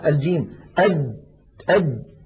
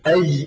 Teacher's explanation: كذلك الجيم أجد، الجيم أد مهما ضغطت فإن الجيم العربية الفصيحة شديدة يعني ينحبس الصوت · Shown in: first take